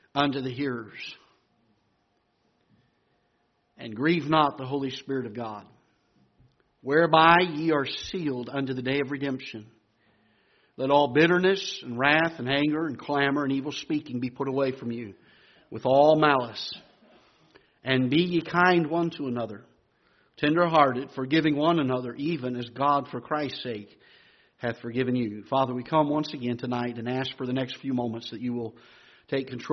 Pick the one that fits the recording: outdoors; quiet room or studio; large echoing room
large echoing room